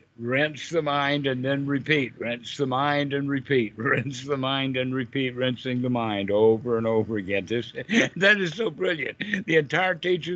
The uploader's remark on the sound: This call was recorded